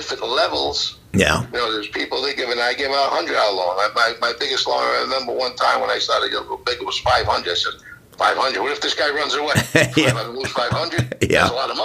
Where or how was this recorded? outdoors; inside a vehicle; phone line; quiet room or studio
phone line